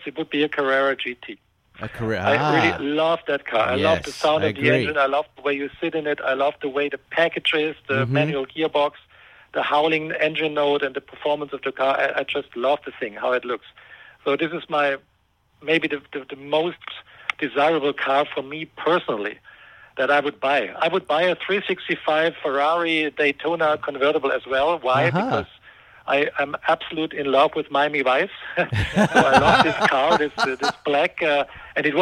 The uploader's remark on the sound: Calls in from Germany.